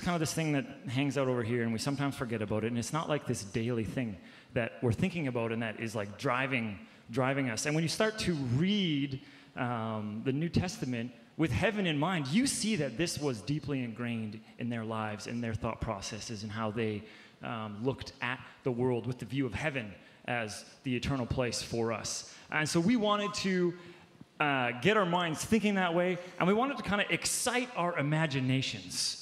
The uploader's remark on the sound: Our panel of ministry staff took the stage.